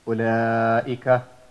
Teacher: So we do not pronounce the waw. We say ulaika. · Term: silent